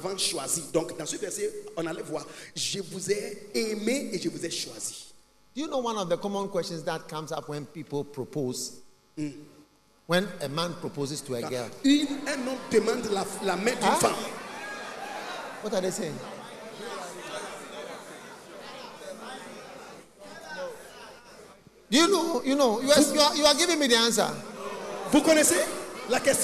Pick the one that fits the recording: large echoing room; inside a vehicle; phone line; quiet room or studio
large echoing room